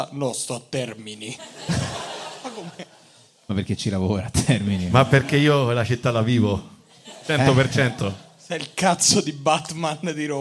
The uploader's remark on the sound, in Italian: Registrato live al Monk di Roma. Con molteplici aneddoti del pubblico.